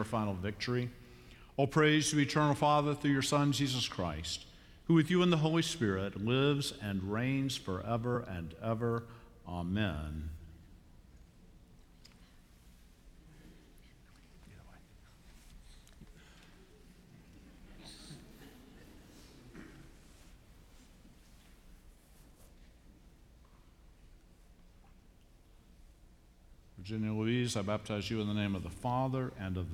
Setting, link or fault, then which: setting, large echoing room